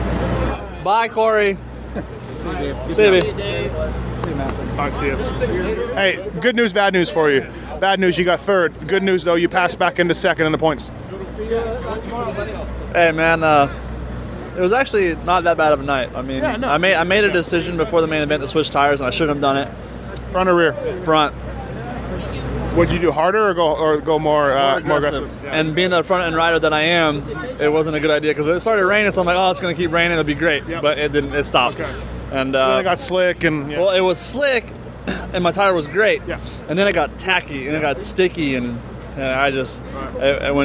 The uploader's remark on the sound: Seattle 2013 Post-Race Interviews